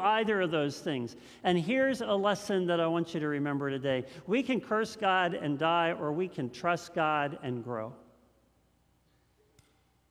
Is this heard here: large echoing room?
yes